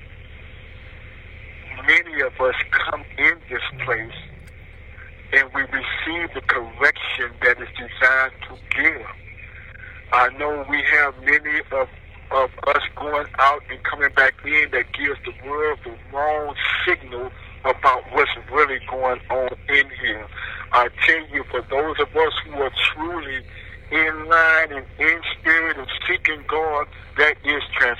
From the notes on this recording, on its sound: the phone call from prison